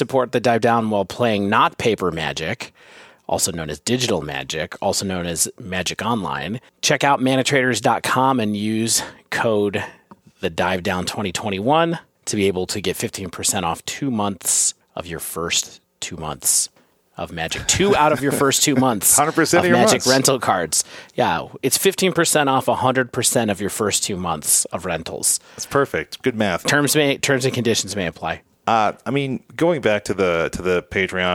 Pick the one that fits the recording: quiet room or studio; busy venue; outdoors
busy venue